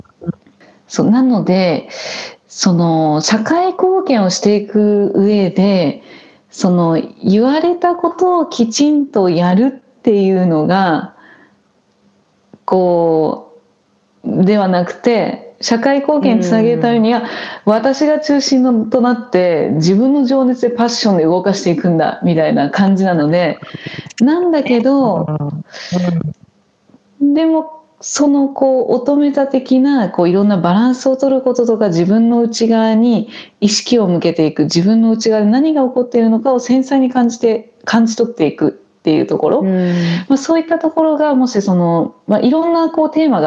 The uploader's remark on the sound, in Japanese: リモート収録での音声ですのでところどころお聞きづらいところもあるかもしれませんが